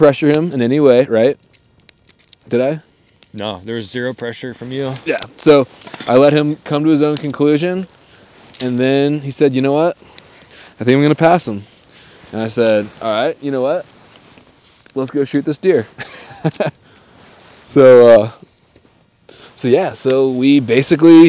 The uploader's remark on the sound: This one was recorded live on the mountain next to a roaring campfire on the last night before we packed out.